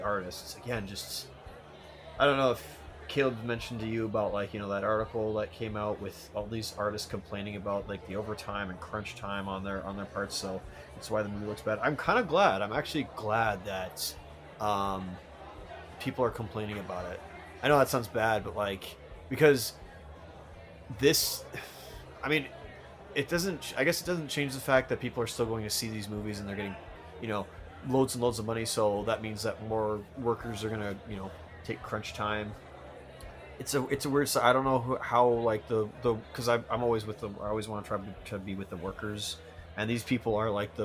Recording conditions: live audience